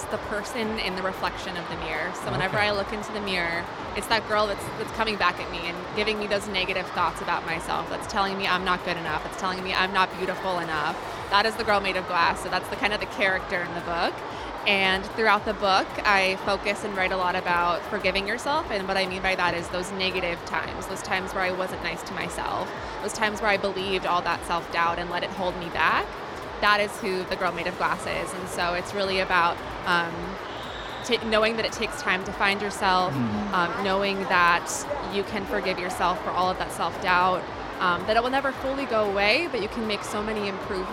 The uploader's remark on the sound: Live at SIBF 2023